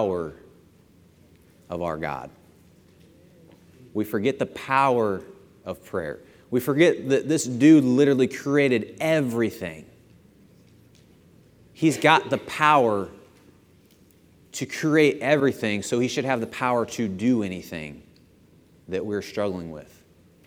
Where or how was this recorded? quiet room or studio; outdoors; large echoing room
large echoing room